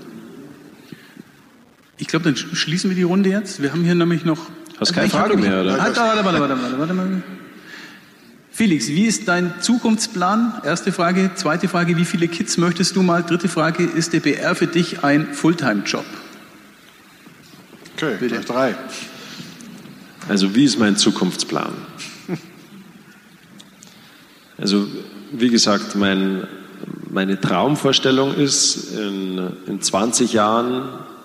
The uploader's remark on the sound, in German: bei unserer Veranstaltungsreihe "Augsburger Allgemeine Live" im Kleinen Goldenen Saal in Augsburg